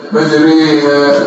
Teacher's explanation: الألف دي تبقى ياء والراء المفتوحة تبقى مكسورة · Term: الألف الممالة